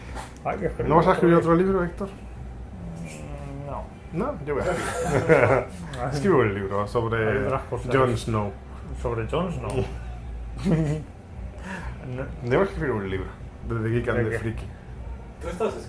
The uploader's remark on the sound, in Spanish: Desde el karaoke